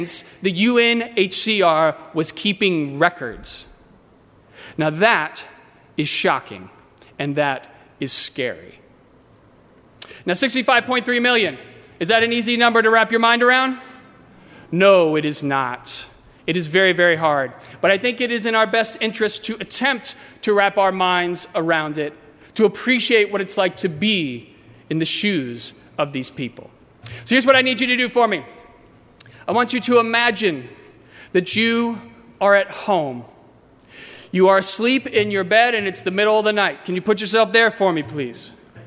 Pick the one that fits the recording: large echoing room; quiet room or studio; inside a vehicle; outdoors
large echoing room